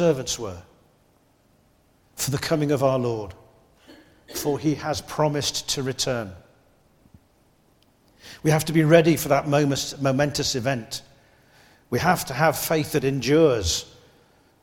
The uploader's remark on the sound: This is from the recording of our service.